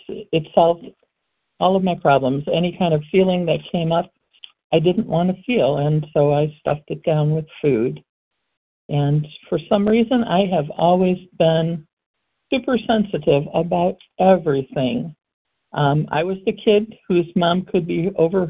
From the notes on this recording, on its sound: qualification from the 100 Pounders Phone Meeting